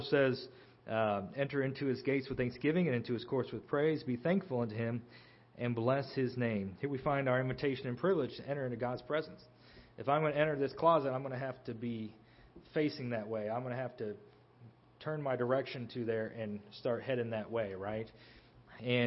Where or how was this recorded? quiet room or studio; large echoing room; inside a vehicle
large echoing room